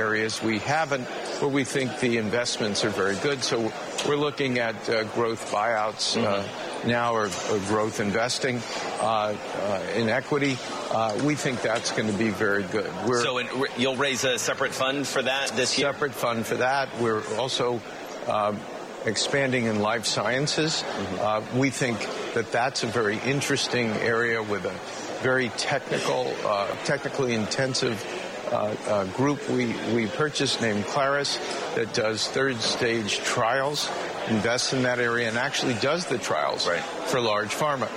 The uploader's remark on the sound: On the Air from the Milken Global Conference in Los Angeles